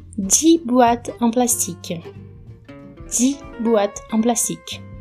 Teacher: Os números 6, 8 e 10, 6, 8 e 10, vão perder a pronúncia do último som. No caso do 6 e do 10, é esse sonzinho de S que tem no final e o it perde o som desse T fraquinho no final, se a próxima palavra começa com uma consoante.